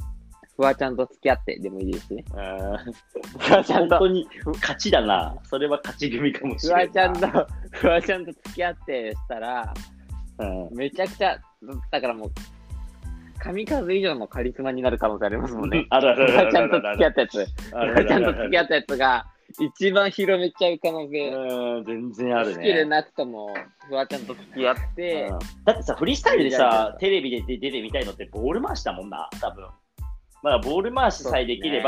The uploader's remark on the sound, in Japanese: リモート収録